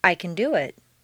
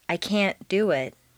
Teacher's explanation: Next, you use a combination of intonation and pronunciation to make the difference between can and can't. Reduce the positive can to kun and stress the verb. · Shown in: first take · Make the negative can't sound very short and stress both can't and the verb.